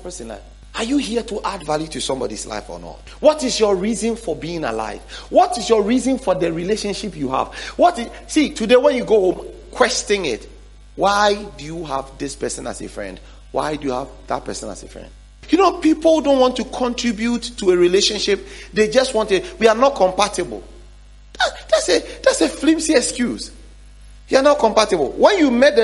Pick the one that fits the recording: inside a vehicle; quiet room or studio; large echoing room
large echoing room